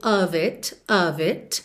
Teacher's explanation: OF, sempre com som de OV